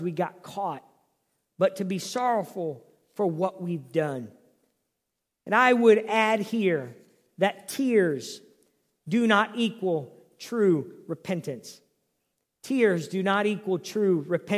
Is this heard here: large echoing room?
yes